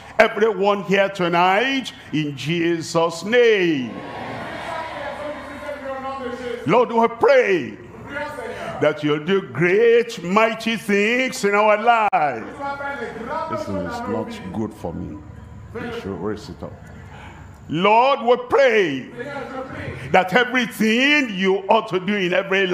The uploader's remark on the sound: live from Douala, Cameroon.